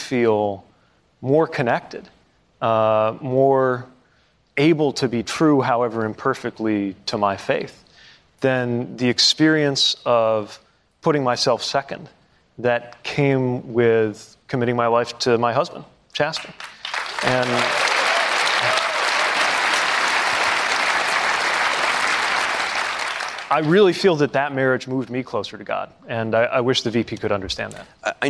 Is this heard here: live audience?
yes